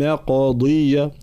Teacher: قاف واضح مفخمة ومقلقلة